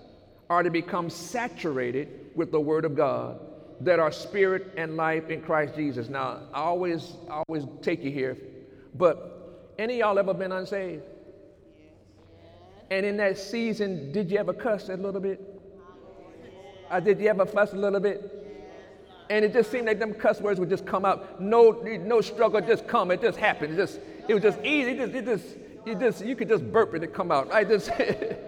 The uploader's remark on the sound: During Sunday morning service on January 20, 2018